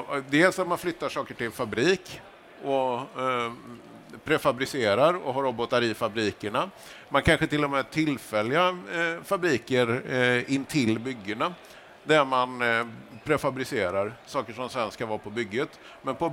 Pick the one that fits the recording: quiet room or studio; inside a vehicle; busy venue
busy venue